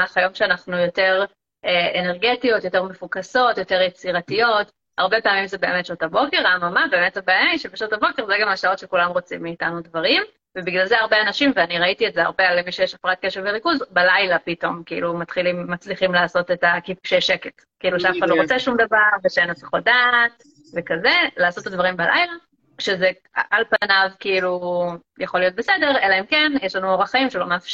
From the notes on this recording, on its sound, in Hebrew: הפרק הזה הוא בעצם לייב שהוקלט באינסטגרם.